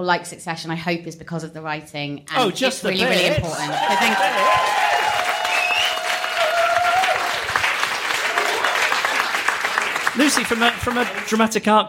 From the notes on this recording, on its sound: LIVE AT THE SOHO THEATRE. Highlights from our live show in London.